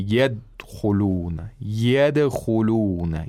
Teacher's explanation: Dal is read with qalqala. · Term: qalqala of dal